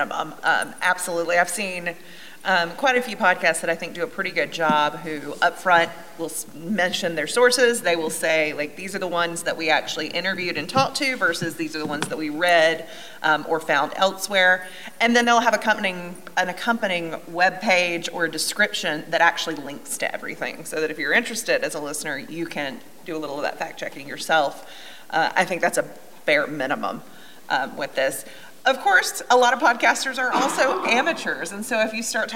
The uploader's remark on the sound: a panel discussion from the BEA 2023 conference